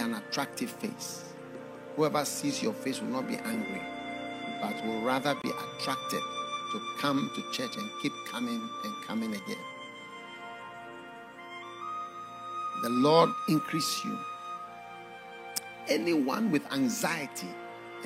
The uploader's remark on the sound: Preached at the FLOW Church Service.